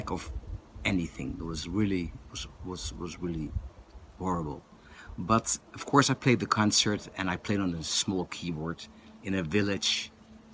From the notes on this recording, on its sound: The sound quality is not too good, this was recorded outdoors while touring in South Africa.